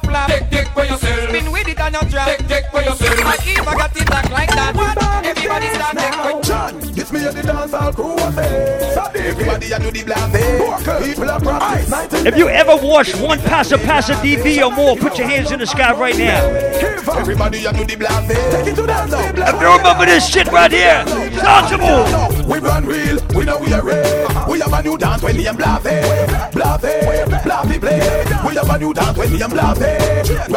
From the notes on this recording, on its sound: LIVE AT ISLAND SATURDAYS ON APRIL 29TH